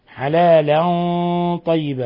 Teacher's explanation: تنوين فتح جاء بعده الطاء، الحكم التجويدي إخفاء حقيقي